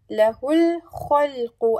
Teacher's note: Make sure the sound is distinct for خاء to be from the upper part of the throat, and for the قاف from the back of the tongue, rising and touching the palate, soft palate